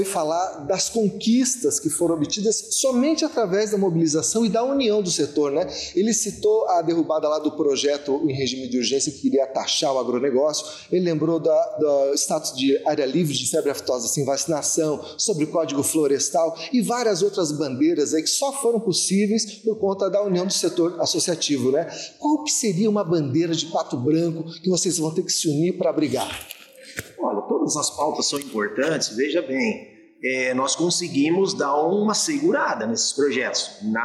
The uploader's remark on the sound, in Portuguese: O programa foi gravado diretamente do encontro realizado no município de Pato Branco, no dia 20 de junho.